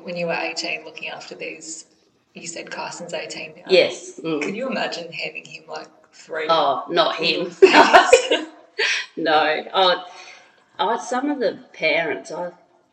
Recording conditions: echo